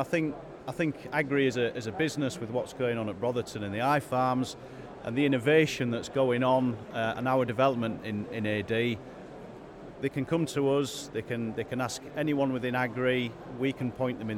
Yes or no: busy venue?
yes